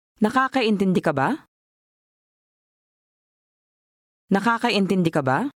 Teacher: Now add the question word at the end, and with a rising intonation